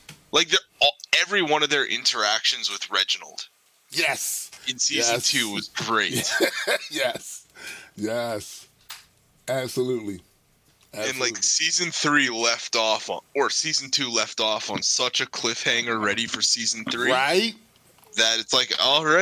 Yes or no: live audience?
no